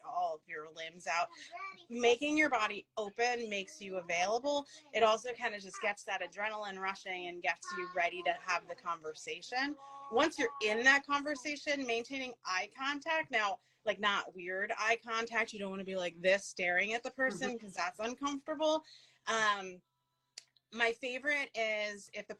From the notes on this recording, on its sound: We were invited to go live on instagram